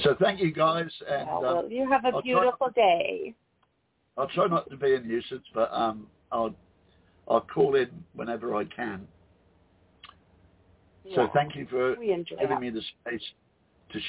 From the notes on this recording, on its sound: Those who call in will form a panel